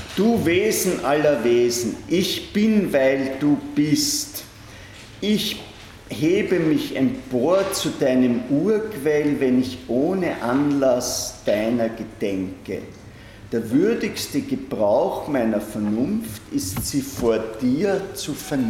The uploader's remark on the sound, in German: Diese Vorlesung wurde von Studierenden aufgenommen